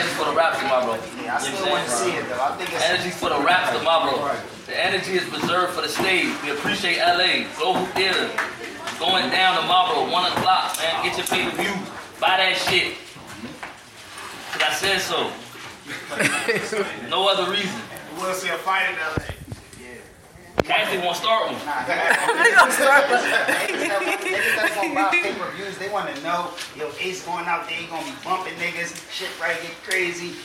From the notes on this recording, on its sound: This was a video changed to MP3. Please excuse the poor sound quality.